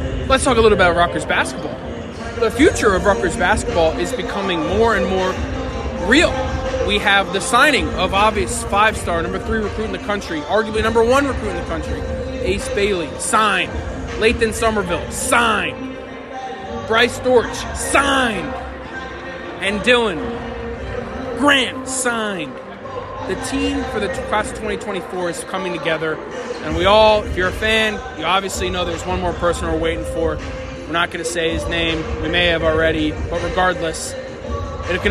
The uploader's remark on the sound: Live from Jersey Mike'a Arena. Live from Jersey Mike's Arena ahead of Rutgers victory over Georgetown.